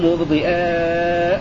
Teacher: هكذا يقرأ قنبل بالهمزة في لفظ ضياء في هذه المواضع الثلاث. وقرأ الباقون بالياء ضياء حيثما ورد في